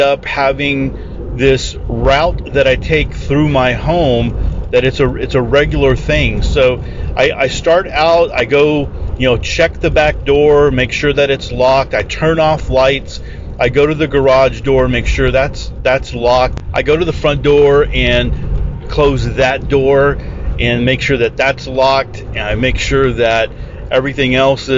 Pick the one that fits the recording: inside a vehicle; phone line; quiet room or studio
inside a vehicle